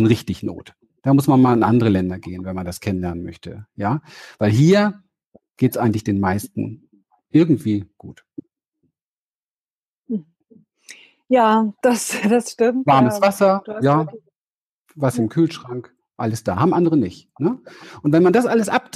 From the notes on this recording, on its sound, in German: Webinar-Mitschnitt